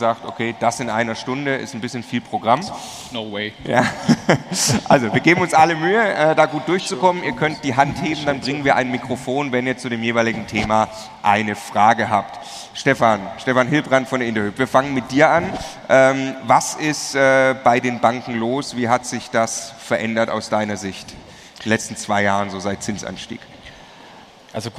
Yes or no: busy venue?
yes